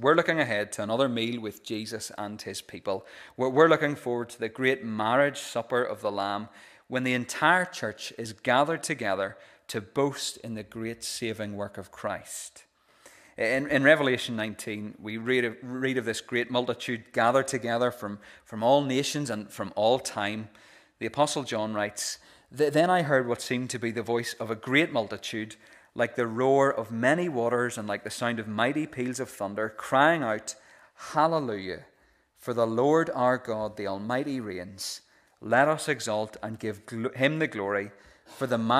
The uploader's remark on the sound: This is the recording of the Bible reading and sermon from our pre-communion service